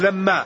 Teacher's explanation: فقلبت النون ميما ثم حذفت وأضغمت الميم في الميم فصارت لما، أصلها لمن ما.